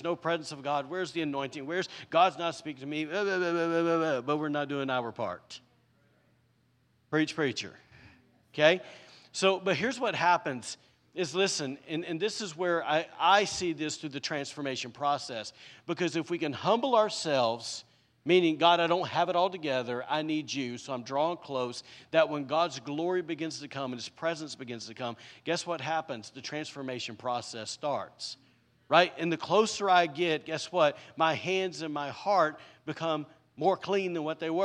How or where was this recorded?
large echoing room